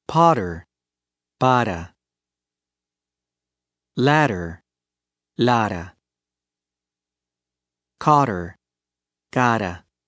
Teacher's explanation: The rapid pronunciation of TT and DD in the English words Betty and ladder produces a sound similar to the Spanish flap R. The tongue touches the alveolar ridge behind the upper teeth once.